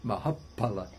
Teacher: And what happens as through sandhi is that it turns into mahapala. The A, the long A gets shortened and the P gets duplicated. So this is because it's supposedly easier to pronounce.